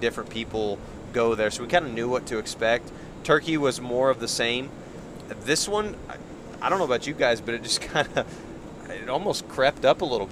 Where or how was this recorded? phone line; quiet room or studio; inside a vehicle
inside a vehicle